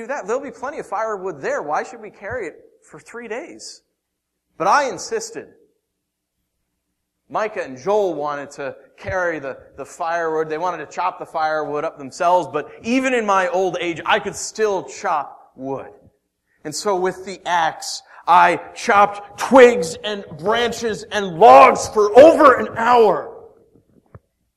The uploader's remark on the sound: Originally preached April 19th & 20th 2014 at The Orchard Church. Originally preached April 19th & 20th 2014 at The Orchard Church.